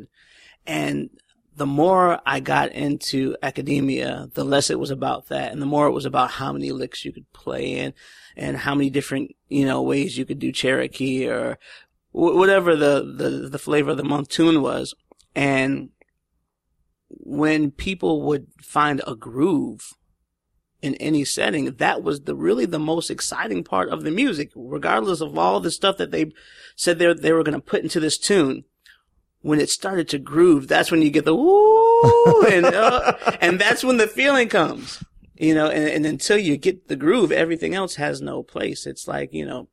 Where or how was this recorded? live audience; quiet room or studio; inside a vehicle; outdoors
quiet room or studio